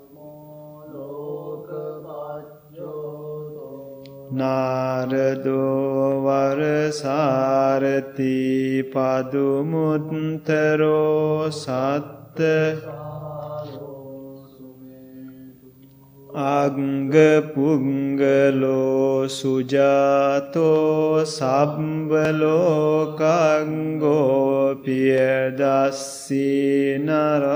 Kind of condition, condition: setting, large echoing room